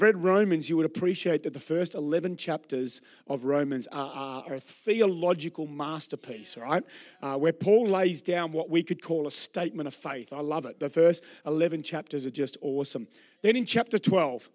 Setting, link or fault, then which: setting, large echoing room